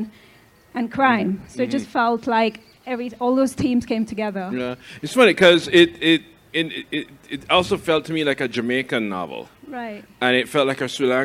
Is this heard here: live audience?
yes